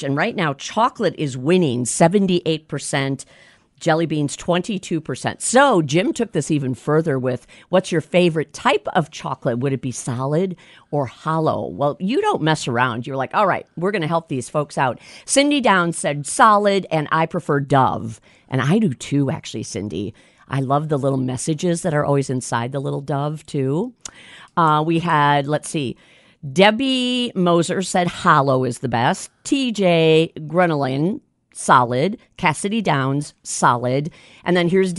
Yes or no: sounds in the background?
no